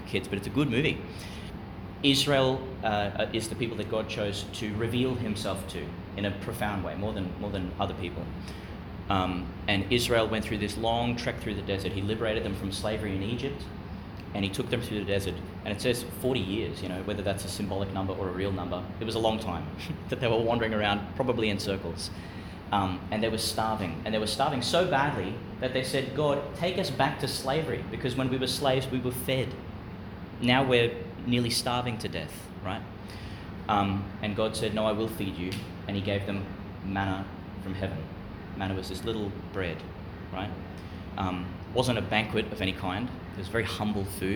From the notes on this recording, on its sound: Homily for the Thursday in the Third Week of Eastertide, delivered for the Year 10 RE students of Chanel College, Gladstone, in the College Chapel.